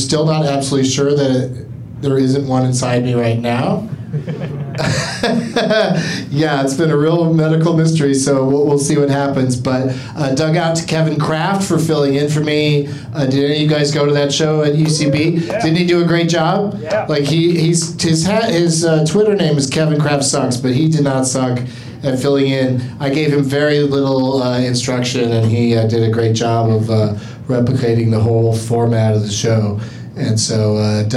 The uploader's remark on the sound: Live from Flappers in Burbank